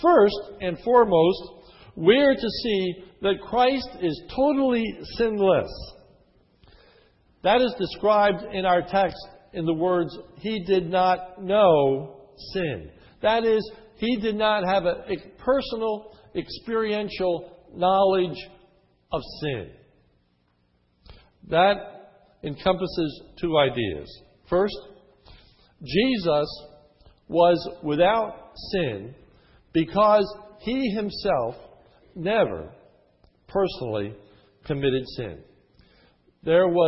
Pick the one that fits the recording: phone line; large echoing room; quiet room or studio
large echoing room